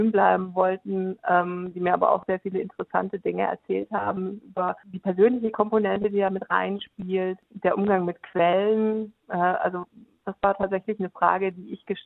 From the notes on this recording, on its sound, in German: stand uns im Telefoninterview Rede und Antwort.